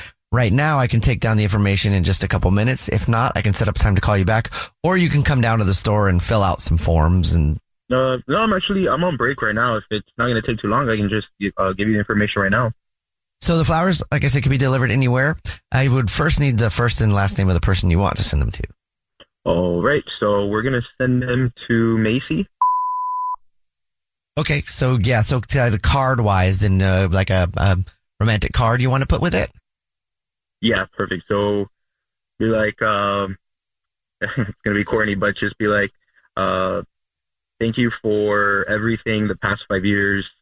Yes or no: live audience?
no